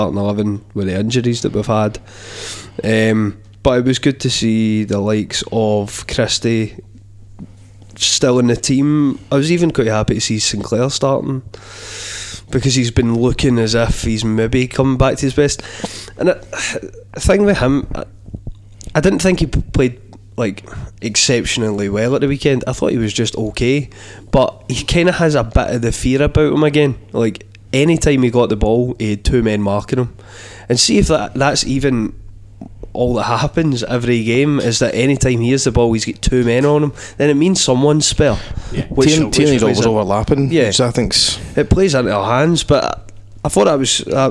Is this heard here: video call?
no